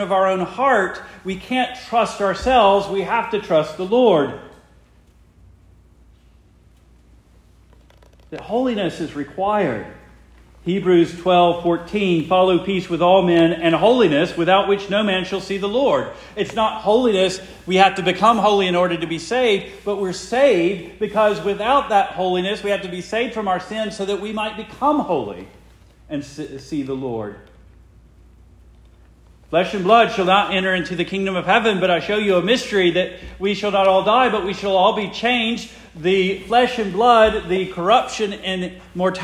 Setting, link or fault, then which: setting, large echoing room